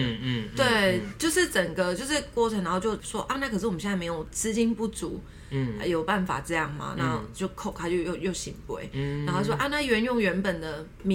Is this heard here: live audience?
no